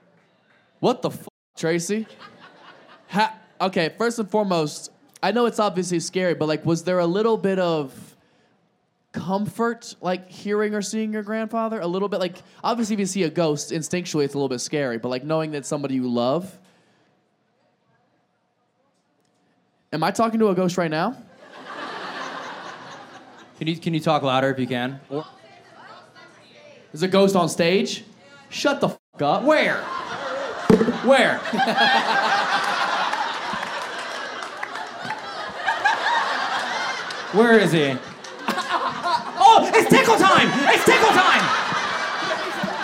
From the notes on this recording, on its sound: Live Show Start. This episode was filmed in front of a live audience at Funny Bone in Phoenix Arizona in May 2023.